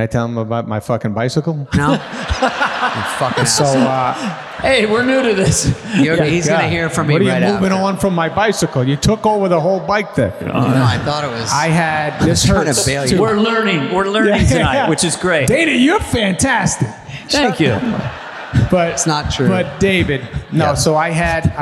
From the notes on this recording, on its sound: LIVE SHOW. Live from the Netflix is a Joke Fest at The Wiltern in Los Angeles.